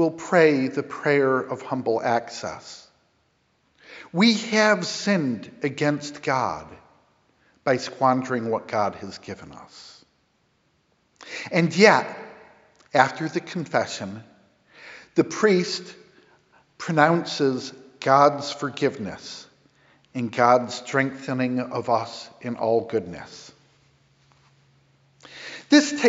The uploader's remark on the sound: Sermon preached 9/22 at Grace Episcopal Church in Hartford, CT